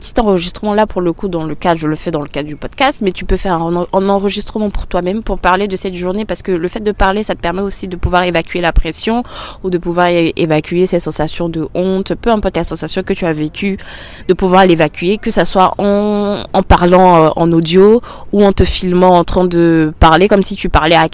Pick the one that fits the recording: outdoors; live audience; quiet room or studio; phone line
outdoors